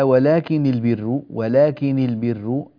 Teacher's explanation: النون هنا مكسورة وهي مخففة أيضا، ولا نقول ولكن البر، ولكن البر، وهذه ولكن قراءة صحيحة متواترة عن النبي صلى الله عليه وسلم.